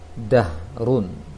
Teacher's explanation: Lebarkan bibir seperti membaca da yang fathah. Da ketika masuk ke ha yang sukun langsung dialirkan anginnya tanpa merubah bentuk bibir menjadi bulat. Dahrun, gitu saja.